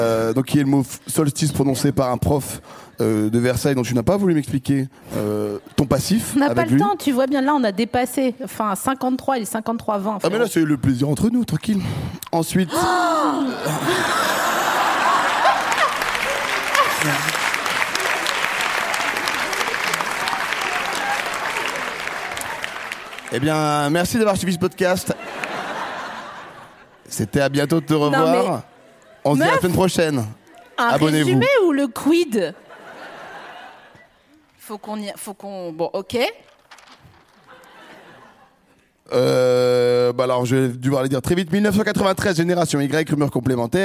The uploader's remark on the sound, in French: enregistré en mai 2022 à la Scala Paris